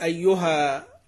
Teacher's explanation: وقف بإثبات الألف بعد الهاء كأبي عمرو البصري في أيها